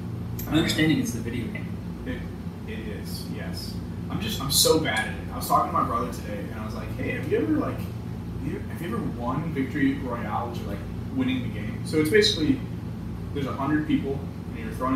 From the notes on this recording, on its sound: We apologize for the audio issues this week